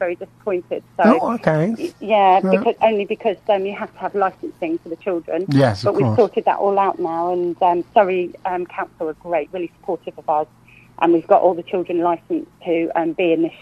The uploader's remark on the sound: Joined on the phone.